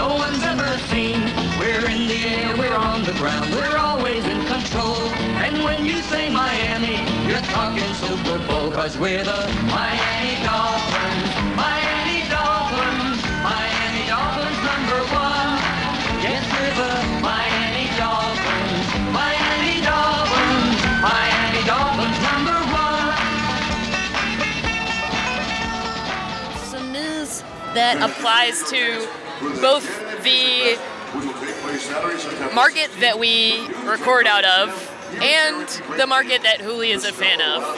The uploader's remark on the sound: LIVE from Chicago. Took a Guaranteed Rate Field trip to record an episode live at a Chicago White Sox vs.